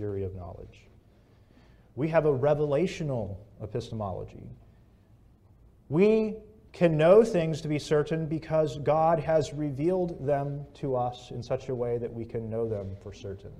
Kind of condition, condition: setting, large echoing room